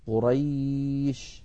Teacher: التقى فيه ساكنان والأول منهما حرف لين يائي